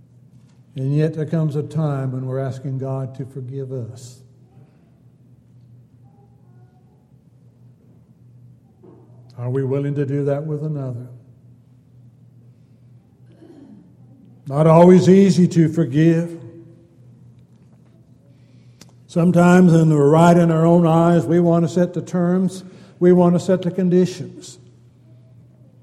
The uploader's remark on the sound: Downtown Church Of Christ Audio Sermon